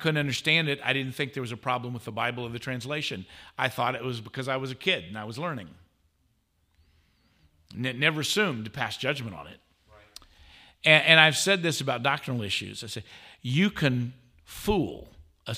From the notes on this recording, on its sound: This was a live session of the 2023 Christ Is Conference in Dearborn, Michigan.